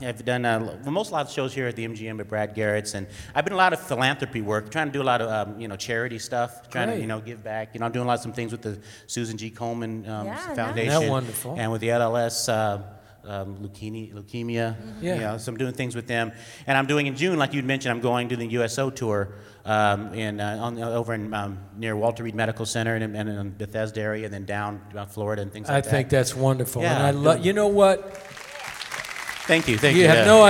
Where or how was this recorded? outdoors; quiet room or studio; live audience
live audience